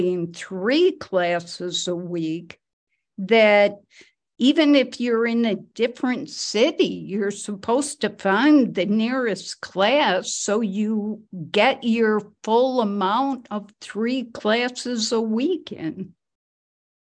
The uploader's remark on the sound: Oceanside Zoom Class.